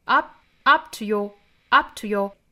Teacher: 然后 up 尾部的这个 p 的发音呢，我们把它失去爆破